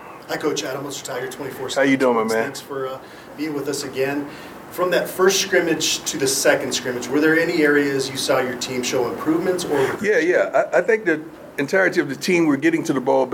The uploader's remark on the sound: fielded questions from the media in a press conference setting